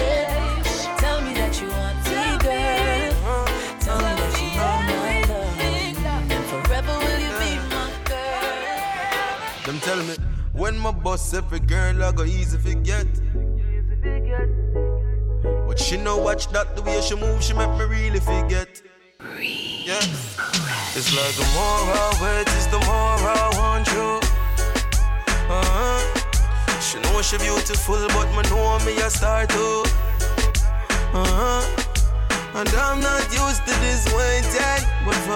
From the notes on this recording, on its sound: Originally broadcast live on September 26, 2016 from the storefront of The Late Late Bar on Houston Street in New York City